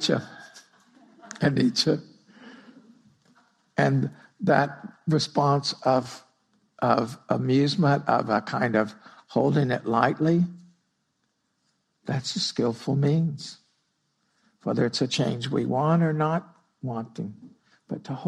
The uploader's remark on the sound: Recorded at Spirit Rock on September 19, 2016. (Spirit Rock Meditation Center).